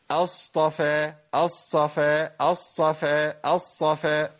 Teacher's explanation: لان الصاد من حروف الاطباق ومن حروف الهمس، فاللي بيحصل ايه؟ ان انا بصبغ الطاء بالهمس